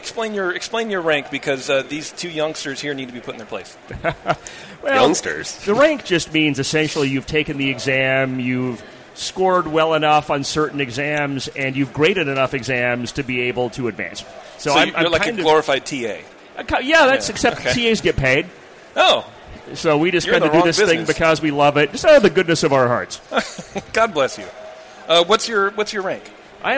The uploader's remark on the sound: When we head off to HomebrewCon to commune with our fellow homebrewers, and do a live show on the conference floor!